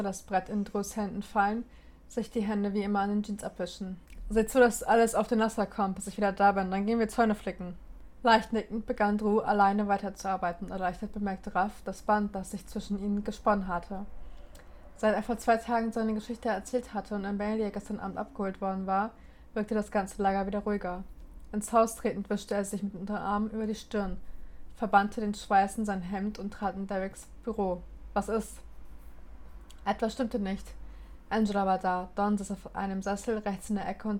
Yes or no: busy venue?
no